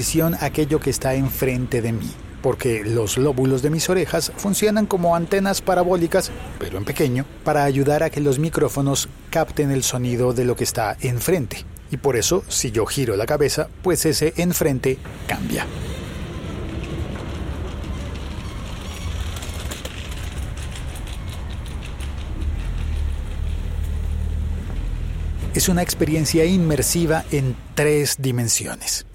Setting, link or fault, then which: setting, outdoors